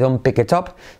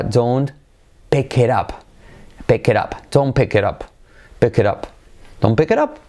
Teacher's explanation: La T de it se convierte en una R suave